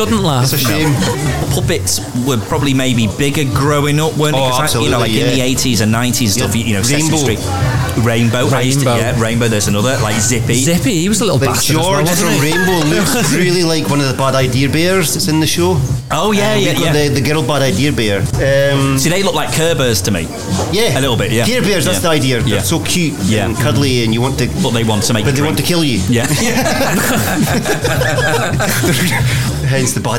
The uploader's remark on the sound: Episode four was recorded live in The Cocktail Mafia (over Bank Holiday Weekend), a bar in Edinburgh's West End.